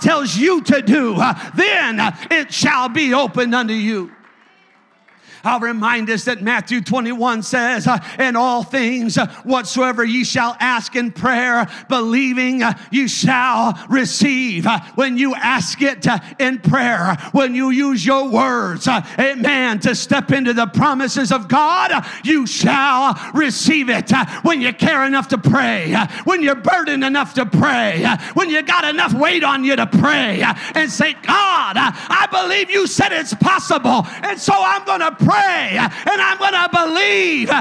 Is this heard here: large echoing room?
yes